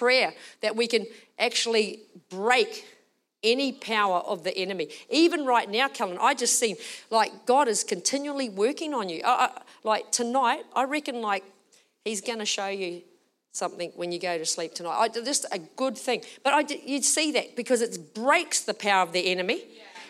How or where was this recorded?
large echoing room